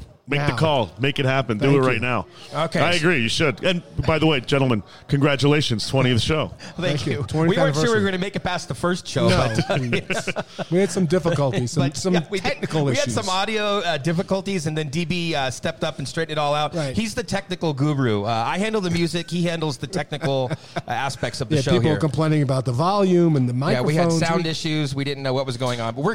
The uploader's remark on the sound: Kings Of The Podcast LIVE from Colorado Springs